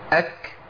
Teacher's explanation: ما اقولش اج، انا كده جبت جيم والهواء اللي جه بعد كده او النفس ملوش لازمه، لازم يبقى في المخرج.